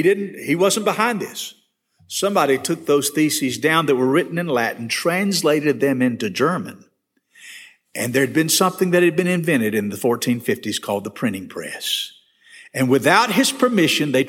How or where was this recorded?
large echoing room